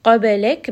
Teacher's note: Min qabalik, this is going to be ikhfa, and it is a heavy ikhfa because the letter qaf is heavy. Qabalik, ba here is going to have qalqala, it has a little bit of bounce